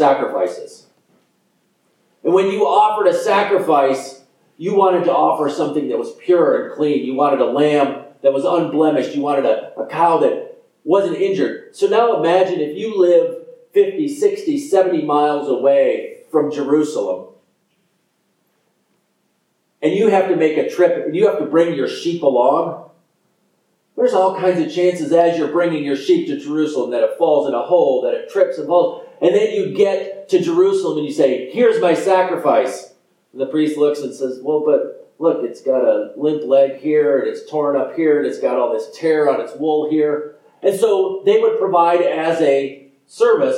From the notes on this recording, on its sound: This sermon is only available in audio. Apologies for the poor quality of the audio.